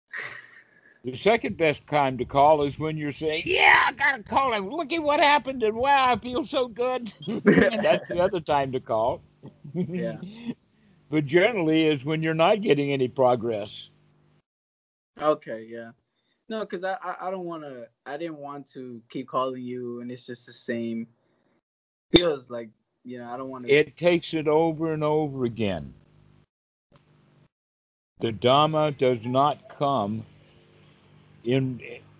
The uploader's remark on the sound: skype calls on this channel